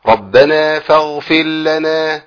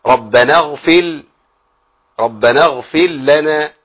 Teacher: عملت إضغام كامل للراء في اللام